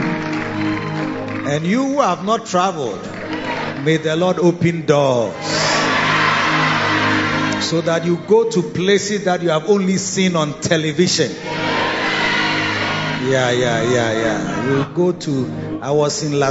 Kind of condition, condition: setting, large echoing room